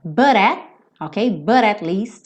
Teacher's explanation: But at least there's pretty light. Então, ó, nessa frase a gente tem dois T's que viraram rarara